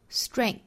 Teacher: 舌尖伸出口腔外头去摩擦上排牙齿，然后呢在舌齿之间会有气流通过